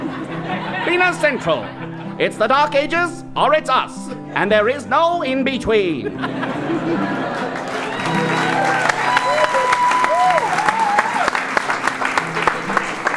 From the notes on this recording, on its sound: Recorded on May 30th, 2017 in The Underground theater in Duluth.